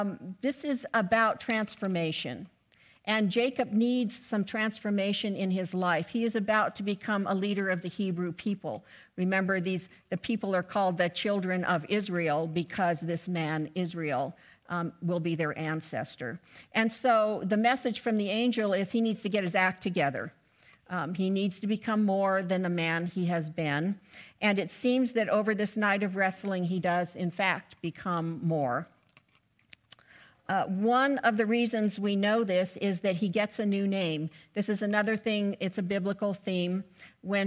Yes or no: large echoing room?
yes